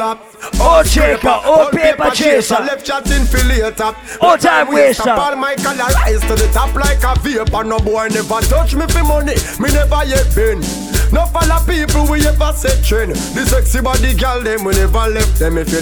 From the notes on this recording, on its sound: live at island saturdays on Dec 16